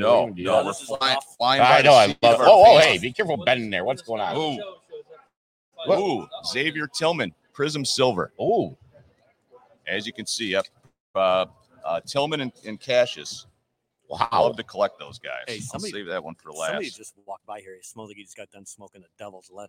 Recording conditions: busy venue